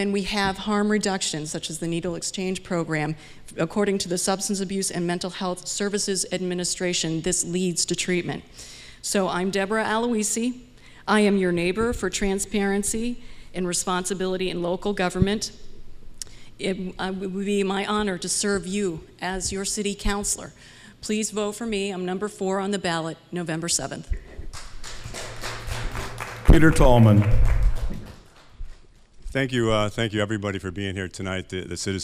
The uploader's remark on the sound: This is the full recorded session of the Holyoke City Council At-Large Candidates Forum. This is a collaboration of The Chamber of Commerce, The Holyoke Taxpayers Association, The Holyoke Youth Task Force, The Gandara Youth Development Center, Holyoke Media, and radioplasma. At the Holyoke Council on Aging at 291Pine St.